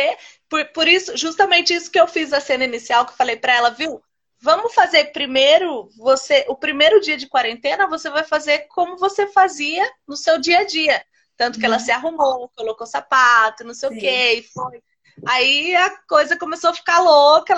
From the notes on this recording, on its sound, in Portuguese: Live ocorrida no Instagram